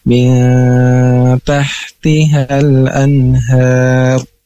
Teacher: Nah, di sini ada huruf ta, maka dibacanya itu dengan dengung dan ditahan selama dua harokat · Term: ikhfa